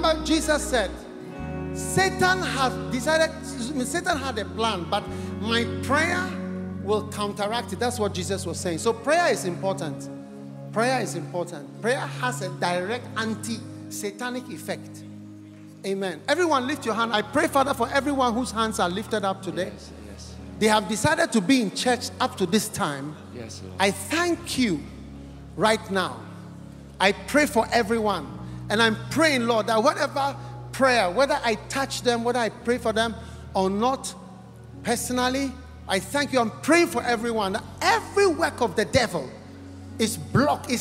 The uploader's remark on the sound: Preached at The City Harvest Church, Singapore.